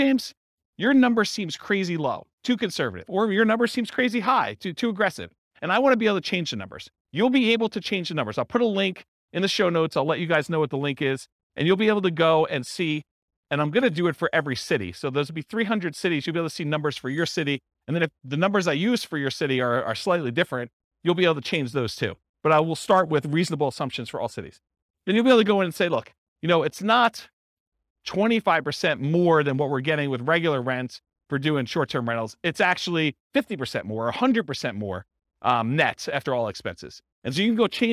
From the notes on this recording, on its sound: This was a live class recorded